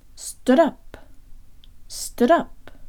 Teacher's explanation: when you say the D, your tongue is flicking against the roof of your mouth